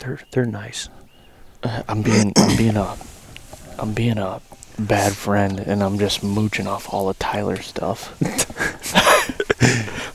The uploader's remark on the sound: This weeks podcast was recorded 4 days ago on a morning Turkey hunt